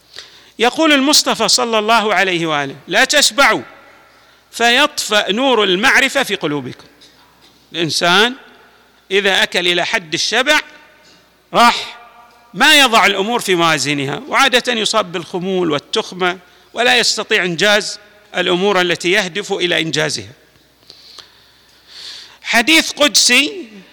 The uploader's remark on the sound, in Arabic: تسجيلات جامع الامام علي عليه السلام الأحساء المبرز